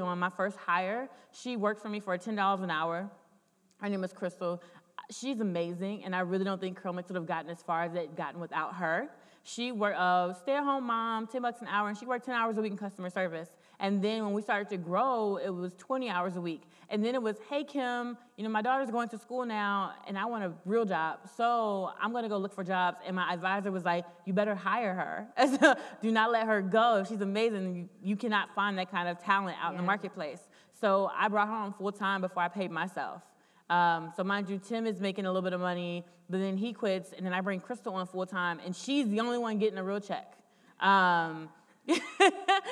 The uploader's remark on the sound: This is part three of the live taping